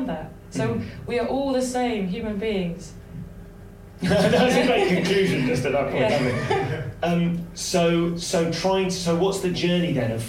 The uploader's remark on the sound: Recorded live at the Gilded Balloon during the Edinburgh Fringe.